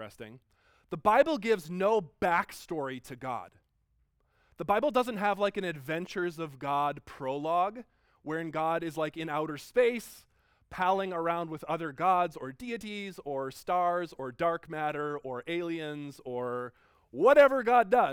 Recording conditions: large echoing room